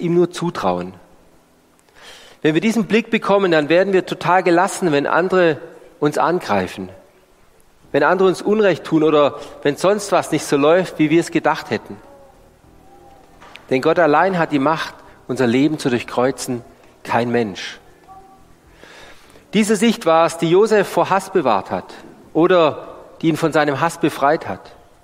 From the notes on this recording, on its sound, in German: Die Predigt aus dem Gottesdienst